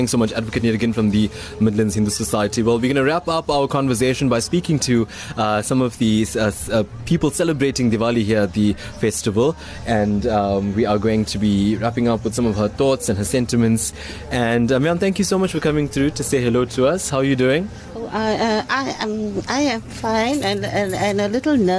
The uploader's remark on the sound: live from the Midlands Diwali Festival